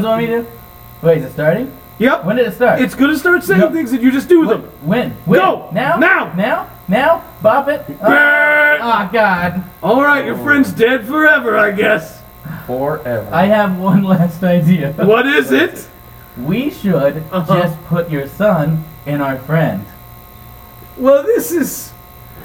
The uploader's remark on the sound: We had a terrible technical error while recording this podcast- so there's a horrid buzzing.